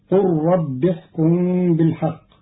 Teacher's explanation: قرأ قالون كلمتي قال ربي بضم القاف وحذف الألف مع إسكان اللام مدغمة في الراء بعدها وصلا، فتصير قل رب احكم بالحق على أنه فعل أمر للنبي صلى الله عليه وسلم.